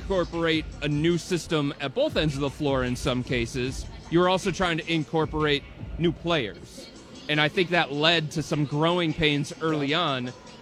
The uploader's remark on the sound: live from Rocket Mortgage Fieldhouse